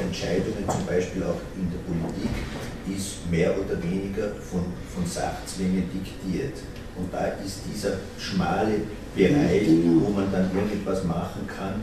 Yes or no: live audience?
yes